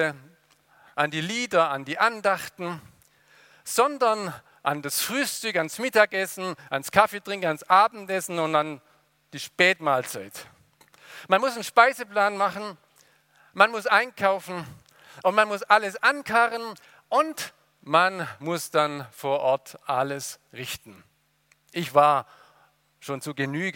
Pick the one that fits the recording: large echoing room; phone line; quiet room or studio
large echoing room